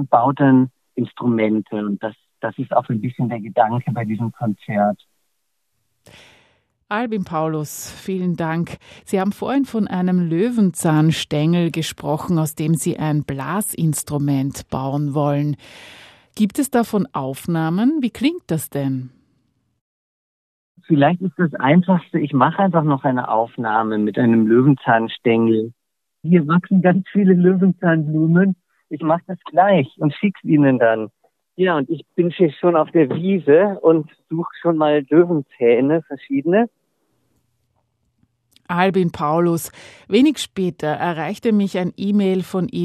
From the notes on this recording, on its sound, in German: Kultursommer Stift Melk 2022: Matineekonzert. Ausschnitte aus einem Telefoninterview. An dessen Ende es zu einem kleinen Konzert gekommen ist.